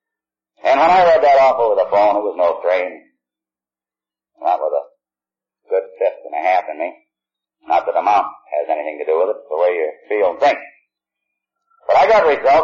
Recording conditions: poor sound quality